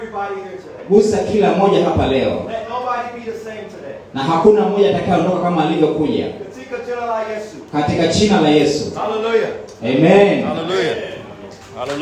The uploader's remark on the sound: preached at a great church in Zanzibar, Tanzania